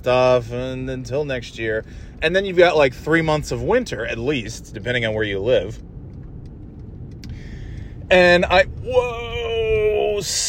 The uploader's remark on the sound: Just driving around and talking about whatever